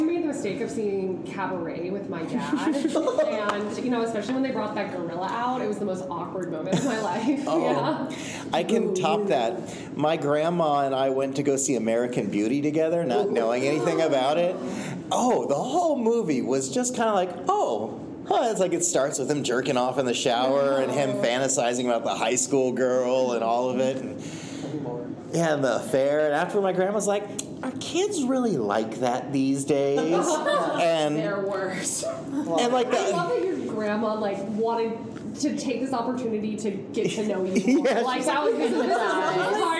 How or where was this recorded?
busy venue